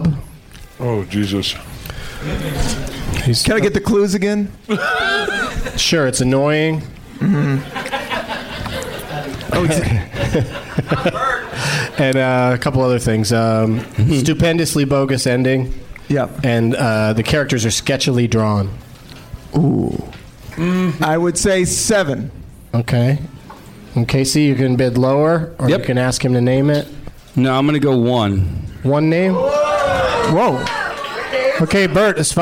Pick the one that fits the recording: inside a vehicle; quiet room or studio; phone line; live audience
live audience